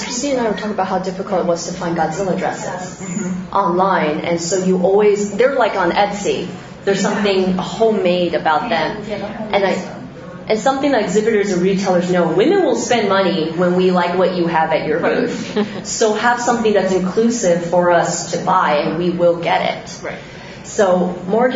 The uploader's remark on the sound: Live from Gfest 2018